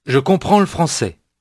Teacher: noticing how the L sound gets tacked on to the word before